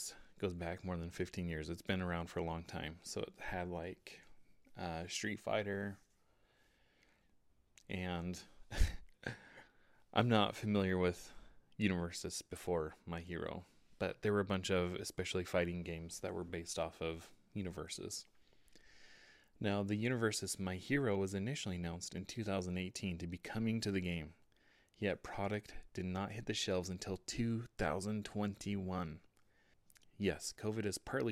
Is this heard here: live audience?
no